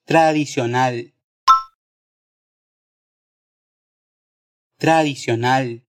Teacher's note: Tradicional tiene esa L final bien marcada, que no se vuelve una U como en portugués.